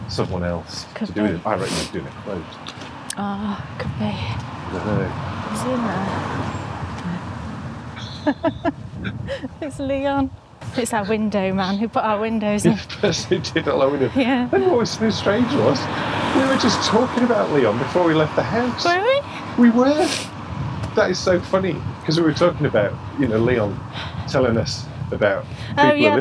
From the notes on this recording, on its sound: Head out for a winter walk